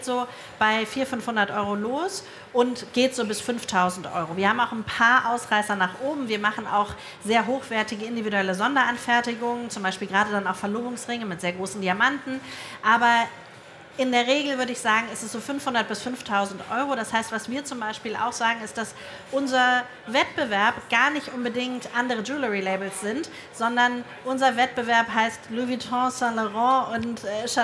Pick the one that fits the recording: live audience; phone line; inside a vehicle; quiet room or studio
live audience